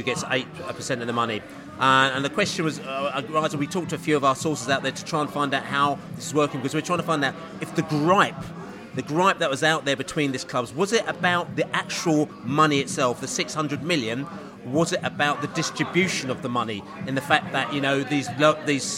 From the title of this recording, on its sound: Podcast from the Pub